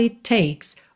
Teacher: o T de it, já junta no T de takes